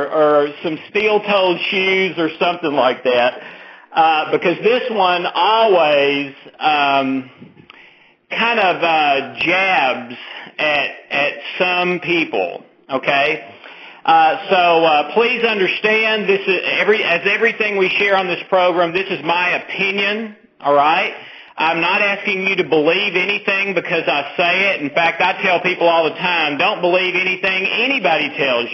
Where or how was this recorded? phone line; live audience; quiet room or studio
phone line